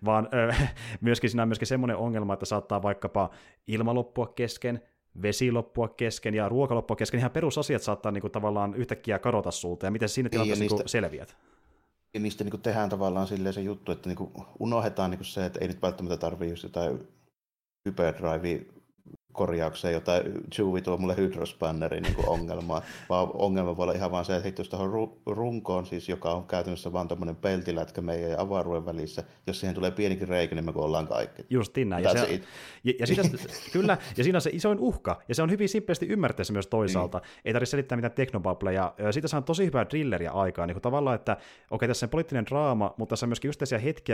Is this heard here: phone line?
no